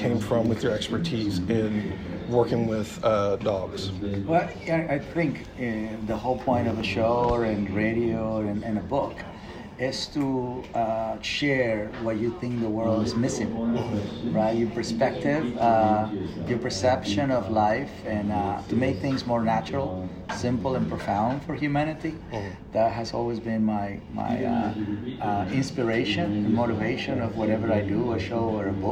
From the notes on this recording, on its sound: I sit down LIVE from VEECON